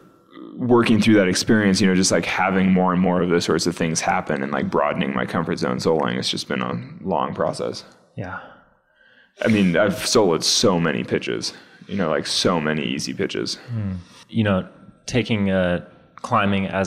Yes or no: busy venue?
yes